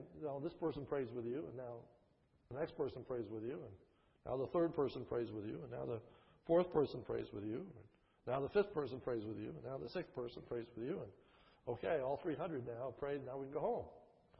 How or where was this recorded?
large echoing room